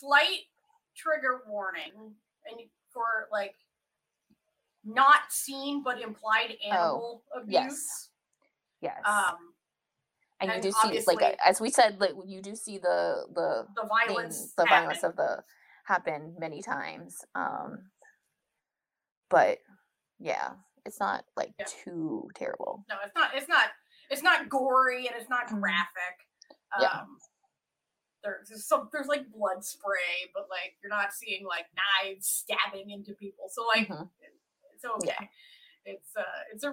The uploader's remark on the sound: A true struggle went into the recording of this episode. Apologies for some sound issues- we had technical problems during the recording!